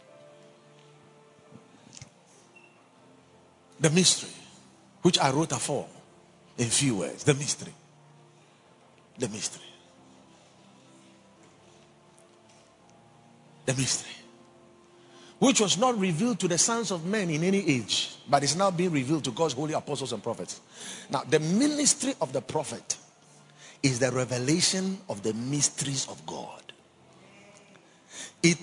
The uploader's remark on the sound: Preached at the Watered Garden Church during Days In Glory